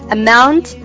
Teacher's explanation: Amount,这里面的元音 ow 这个音呢大家也要发得尽量饱满一些